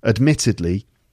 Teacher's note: admittedly, four syllables, it's the second syllable